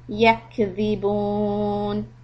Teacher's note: When you say yak, just try to keep the sound going a little bit on the kaf sukun.